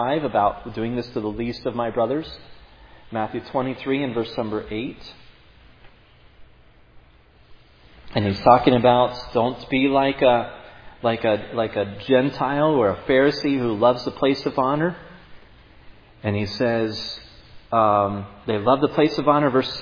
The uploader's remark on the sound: preached at Providence Church on Sunday, May 29, 2022